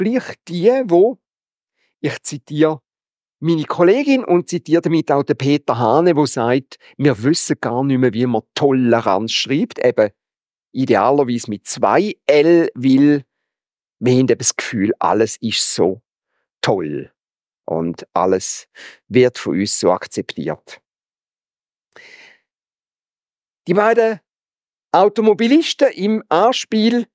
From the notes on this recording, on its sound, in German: Predigt Loehningen. Ziitfenschter-Gottesdienst.